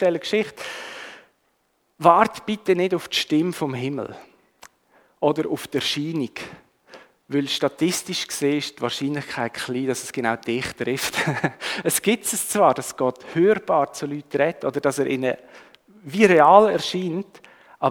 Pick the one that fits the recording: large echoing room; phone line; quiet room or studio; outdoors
large echoing room